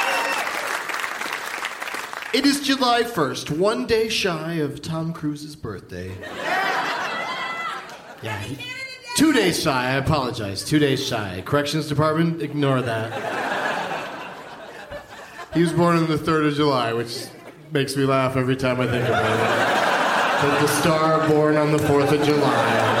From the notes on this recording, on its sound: Live from the Gramercy Theatre in NYC